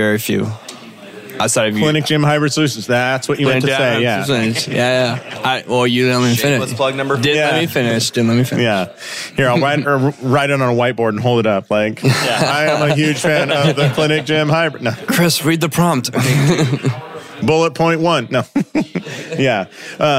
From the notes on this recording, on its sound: Live in St. Louis at Winchester Spine and Sport. This was recorded during a Clinic Gym Hybrid Live Event.